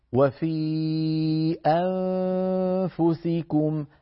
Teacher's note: لما نقول أيها الإخوة وفي أنفسكم ماذا فعلت أنا الآن؟ انتقلت من همزة أنفسكم إلى مخرج الفاء مباشرة، ولم أذهب بطرف لساني إلى مخرج النون. يعني لم أقل أنفسكم، أن لم أقرع بطرف لساني مخرج النون، بل قلت أ وبعد الهمزة أتيت بأطراف أسناني العليا على باطن الشفة السفلى من غير كز ومن غير ضغط. · Term: الإخفاء